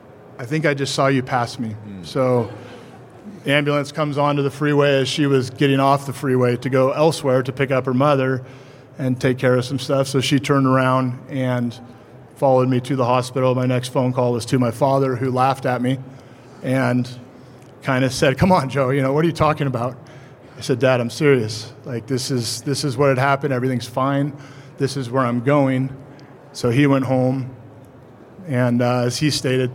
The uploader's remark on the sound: This episode is recorded with an audience of river guides and outfitters.